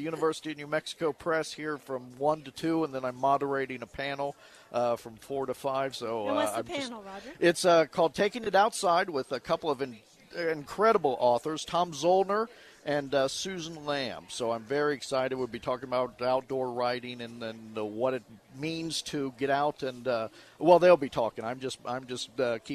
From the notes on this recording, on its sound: On location at Tucson Festival Of Books.